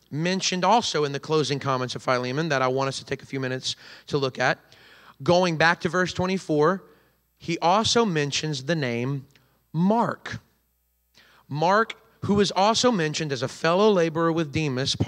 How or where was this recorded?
large echoing room